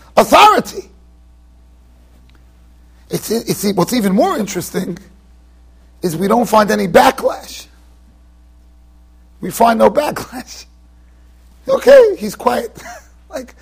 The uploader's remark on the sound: Shiur recorded in Yeshivas Ohr Reuven, Monsey NY.